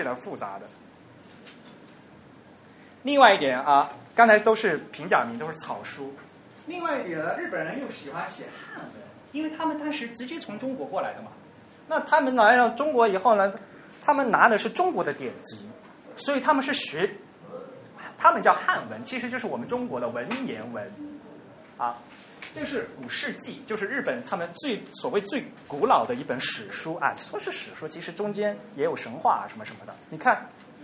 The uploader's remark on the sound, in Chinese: 于 7 月 16 日在同济大学中芬中心开讲。本期节目为现场录音的精选剪辑版。